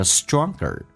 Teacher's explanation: ger 在美式发音轻度卷舌